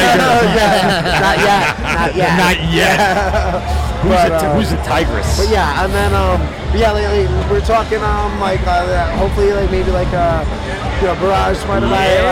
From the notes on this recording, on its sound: LIVE from the Blue Point Cask Ale Fest held at Blue Point Brewing in Patchogue, NY. Enjoy this unique and massive festival.